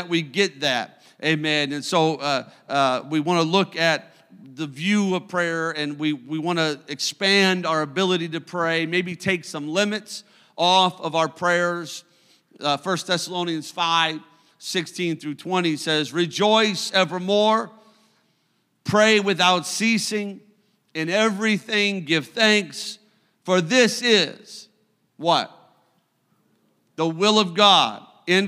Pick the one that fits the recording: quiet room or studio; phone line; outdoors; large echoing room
large echoing room